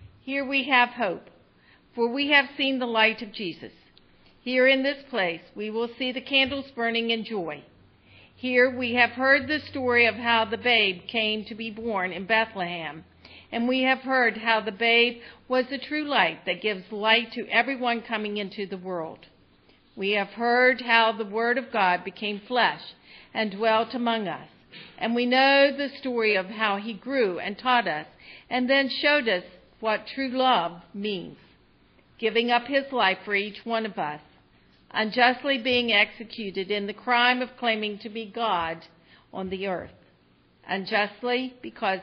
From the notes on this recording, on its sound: Recorded on Christmas Eve, 2023 at Cedar Grove UMC in Parkersburg, WV.